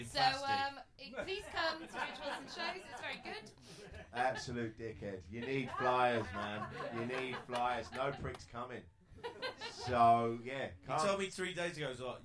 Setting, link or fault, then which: setting, live audience